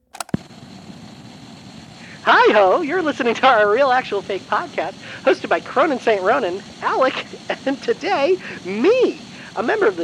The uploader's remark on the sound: Sometimes, it’s just kinda hard to talk in the car. What's that mysterious noise I keep hearing?